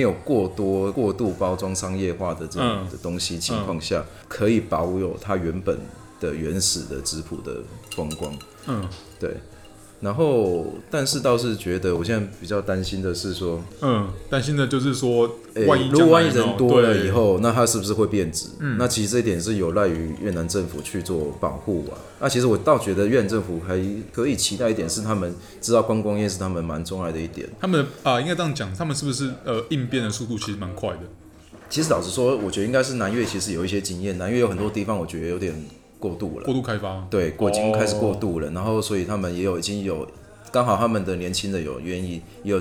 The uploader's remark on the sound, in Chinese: 本集白噪音指數：蚊風級 1/5。錄音地點： Kafemera - 卡菲米朗坊。